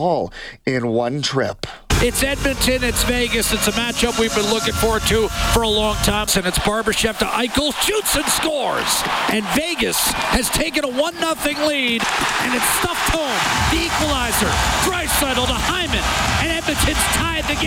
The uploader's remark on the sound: live from Mullet Arena